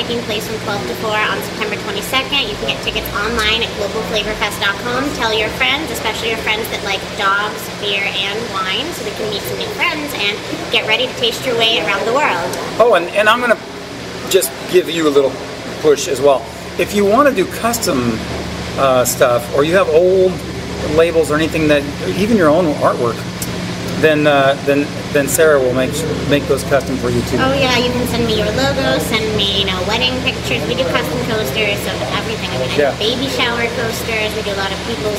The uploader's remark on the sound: while enjoying their beers at the brewery